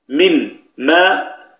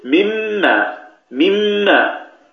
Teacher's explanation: إيصال حرف ساكن بحرف متحرك بحيث يصيران حرفا واحدا مشددا من جنس الثاني يرتفع المخرج عنهما ارتفاعة واحدة، لأنك بدل أن تقول من ما بدأ تنطق بنون ثم تنطق بميم، المخرج يقرع ثم يزول ثم يقرع ثم يزول، لا أنت تقول مما مما، تقفل وتفتح مرة واحدة، فالمخرج يرتفع ارتفاعة واحدة · Shown in: second take · Term: الإدغام